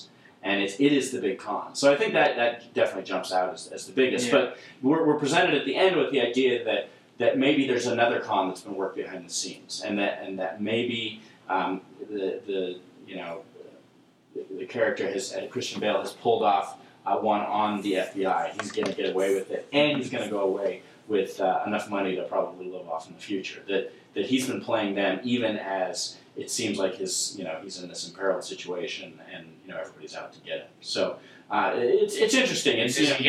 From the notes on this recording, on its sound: Apologies for some audio issues on this recording